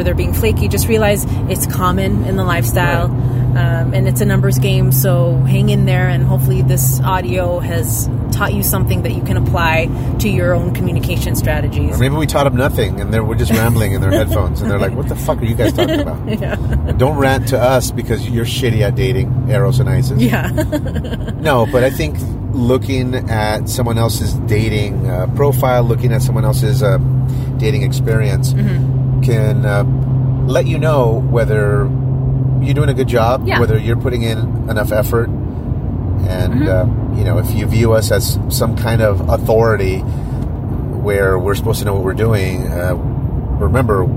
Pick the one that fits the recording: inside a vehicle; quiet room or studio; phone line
inside a vehicle